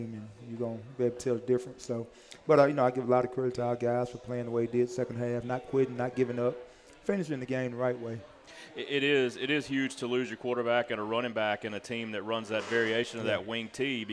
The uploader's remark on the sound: Live from Walk-On's Bistreaux &amp; Bar. Live from Walk-On's Bistreaux & Bar.